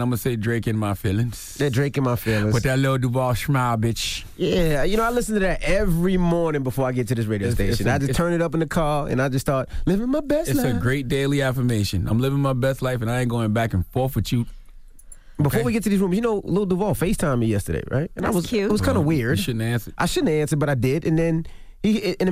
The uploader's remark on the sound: We opened up the phone lines to see what our listeners reasoning of why men deny the conversation about cheating.